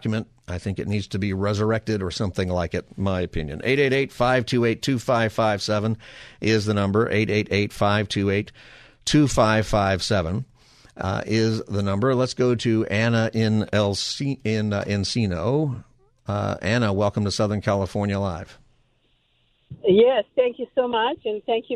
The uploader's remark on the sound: Open Phone Friday Continues